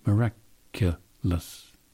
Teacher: Four vowels, but three of them must be schwas if you want to get it right.